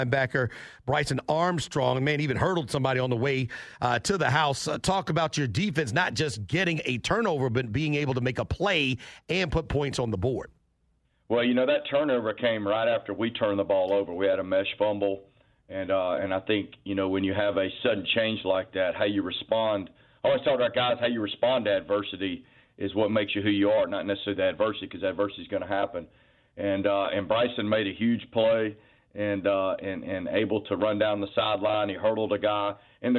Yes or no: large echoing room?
no